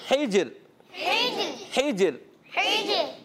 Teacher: جیم میں قلقلہ کریں گے، ہا کی ادائیگی کلیئر حلق کے درمیان والے حصے سے